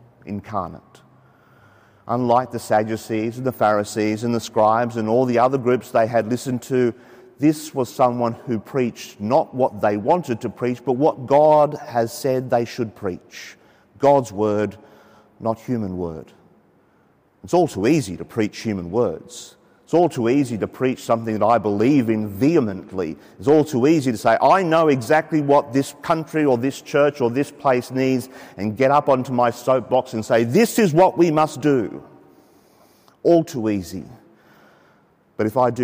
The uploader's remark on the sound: The homily from Sacred Heart Cathedral, Hamilton